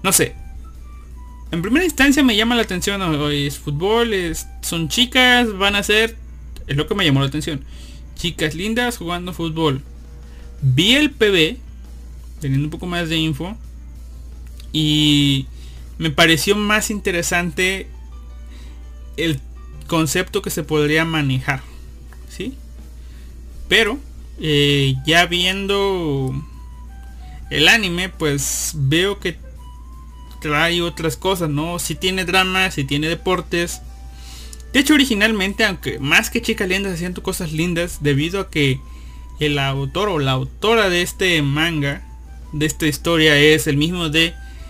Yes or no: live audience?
no